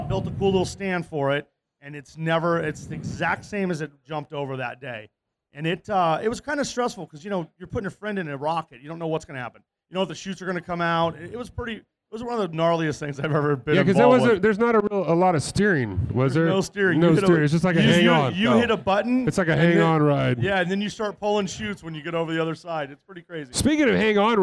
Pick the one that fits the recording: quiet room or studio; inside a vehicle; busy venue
busy venue